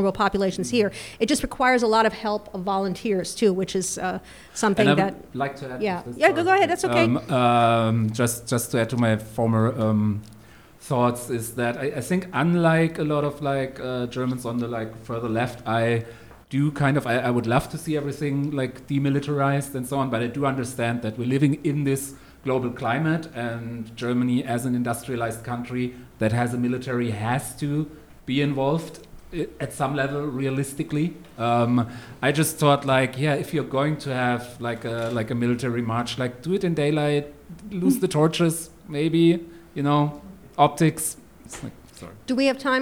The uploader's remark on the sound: The opening event of Podfest Berlin 2021. This show was recorded live at Comedy Café Berlin.